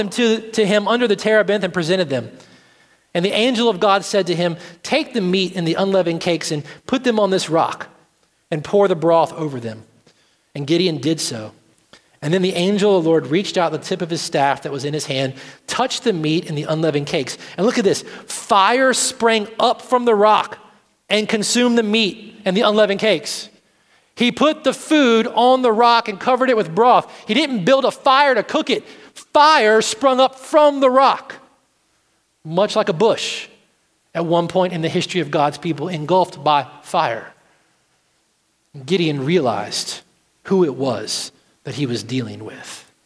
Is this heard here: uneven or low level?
no